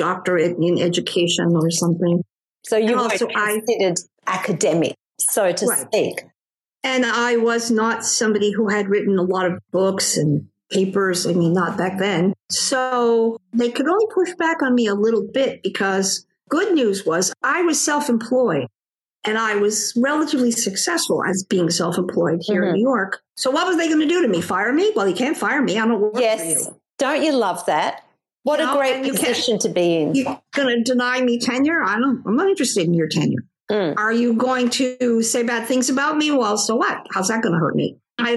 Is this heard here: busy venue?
no